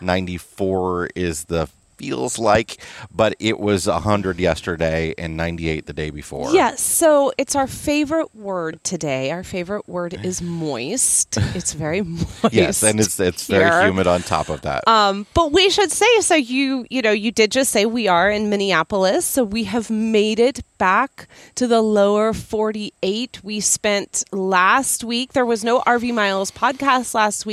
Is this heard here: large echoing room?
no